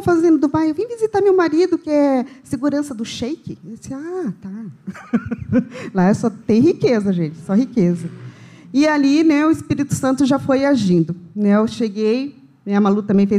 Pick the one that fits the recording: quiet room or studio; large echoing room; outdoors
large echoing room